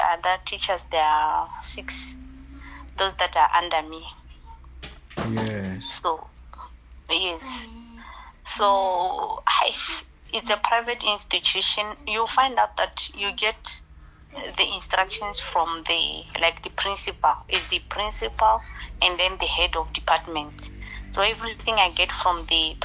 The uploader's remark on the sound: Deliverance over the phone in JESUS NAME.